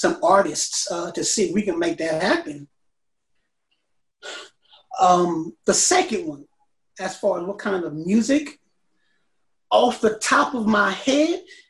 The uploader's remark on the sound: This episode was recorded via Zoom.